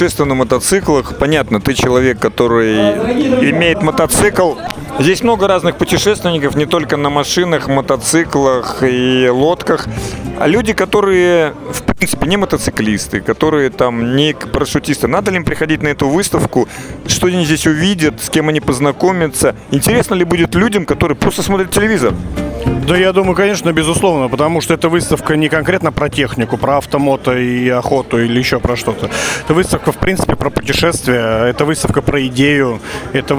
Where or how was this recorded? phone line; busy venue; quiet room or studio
busy venue